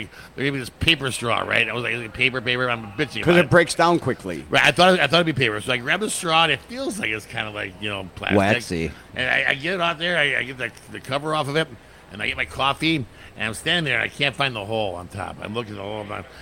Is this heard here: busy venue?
yes